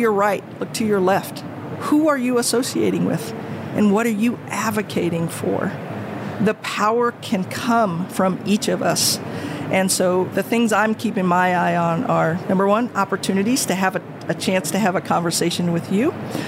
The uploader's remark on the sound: recorded at HLTH in Las Vegas